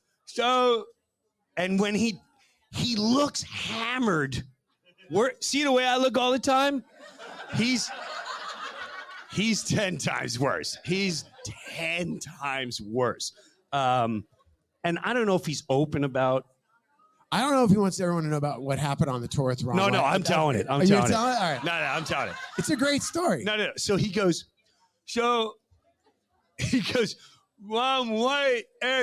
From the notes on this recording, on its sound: True Breu Weekend in Sarasota, Fl. Our first live show in front of an audience.